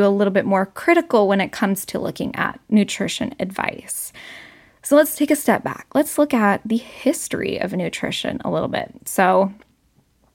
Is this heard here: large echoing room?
no